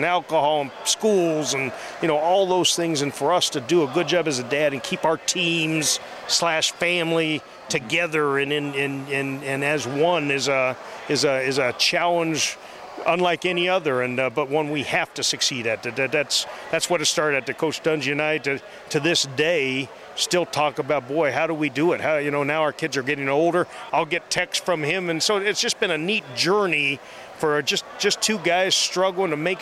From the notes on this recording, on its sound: This episode comes to you live from the &#8220;All Pro Dad Father and Kid Experience&#8221; in Indianapolis with the NFL Colts. This episode comes to you live from the “All Pro Dad Father and Kid Experience” in Indianapolis with the NFL Colts.